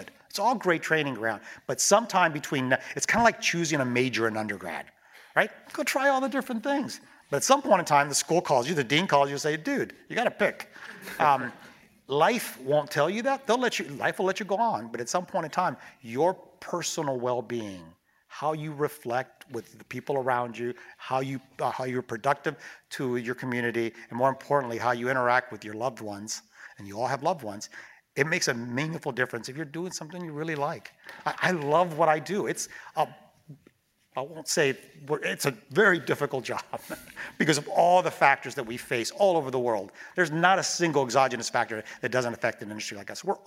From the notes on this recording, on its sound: During a visit to Stanford Graduate School of Business. During student-led interviews and before a live audience.